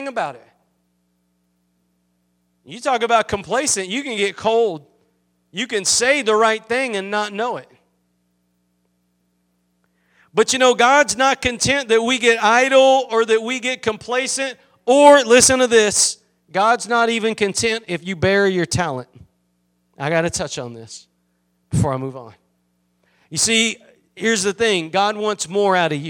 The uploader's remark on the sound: Preached at Gospel Lighthouse in Bossier City, La.